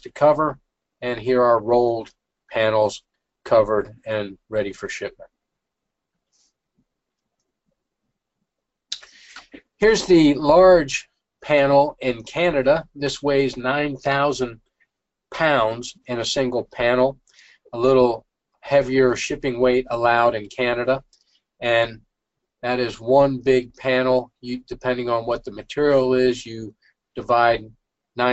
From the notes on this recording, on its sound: This is an audio version of the FGI webinar.